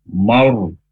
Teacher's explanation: Nah, maurnya juga tafkhim. Karena ro' sukun.